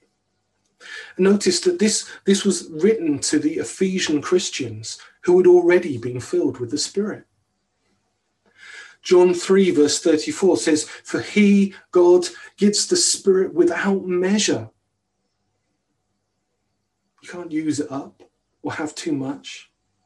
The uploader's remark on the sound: on 28th Februay 2021 at King's Church, Cockermouth, as an audio file